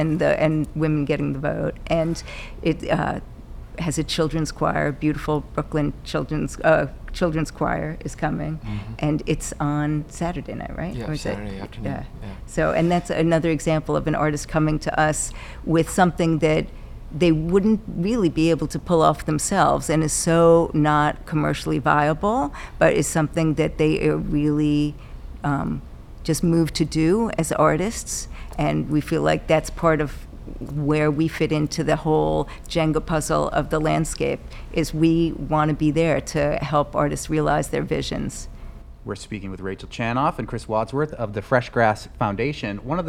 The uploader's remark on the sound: LIVE from Freshgrass!! The Fresh Grass Festival opens today at Mass MoCA in North Adams, so we head to the berkshires.